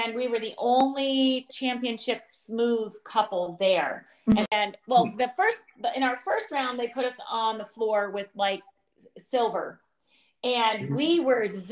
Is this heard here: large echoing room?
no